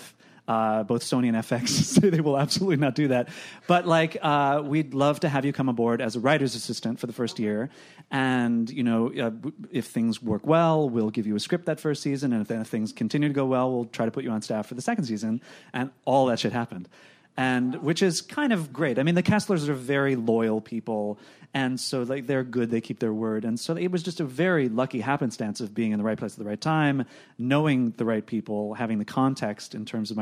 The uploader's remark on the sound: Recorded June 5, 2015 at ATX Television Festival.